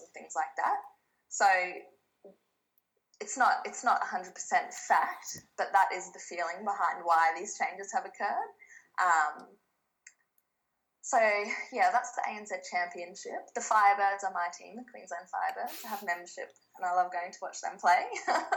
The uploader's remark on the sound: Speaking via Skype